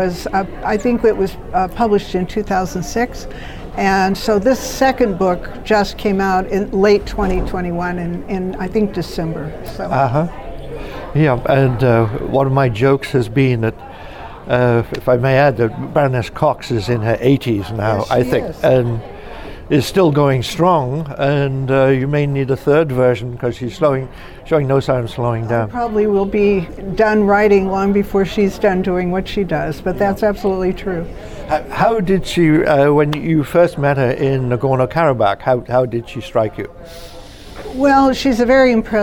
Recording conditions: busy venue